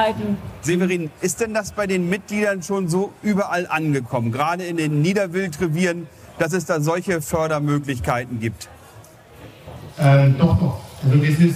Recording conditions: busy venue